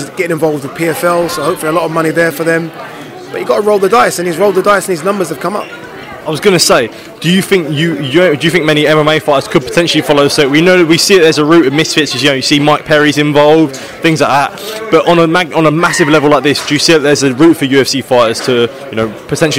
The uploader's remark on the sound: at the launch press conference in London